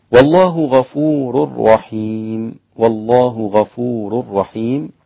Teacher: وانتبه إلى ترقيق الواو قبل اسم الجلالة وبين تغليظ اللام في اسم الجلالة